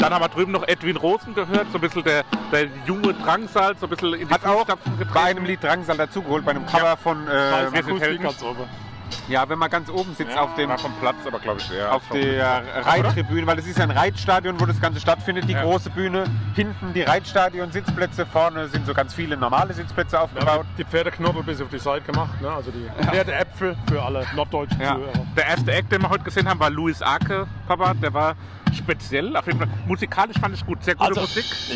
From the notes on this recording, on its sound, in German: Maifeld Derby Festival Tag 1. Wir melden uns live vom Maifeld Derby!